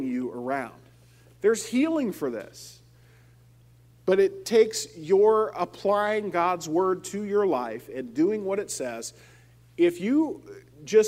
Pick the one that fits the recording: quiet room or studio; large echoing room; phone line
large echoing room